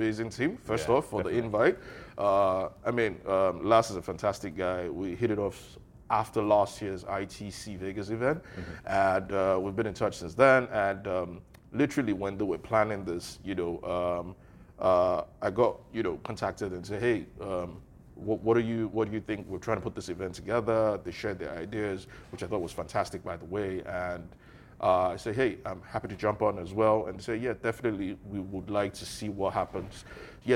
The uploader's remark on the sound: Live From QIC's MENA Insurtech Summit